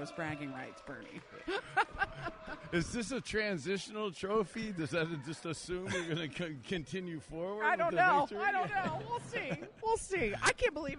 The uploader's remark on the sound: live from the Fox 8 Turkey Bowl